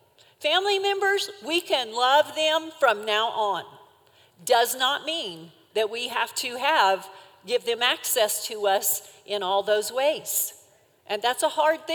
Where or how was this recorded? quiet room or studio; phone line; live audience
live audience